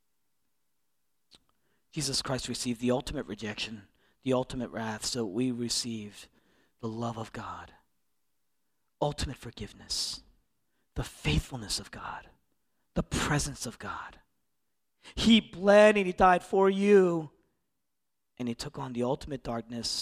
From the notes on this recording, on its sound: originally preached in East Falls, Philadelphia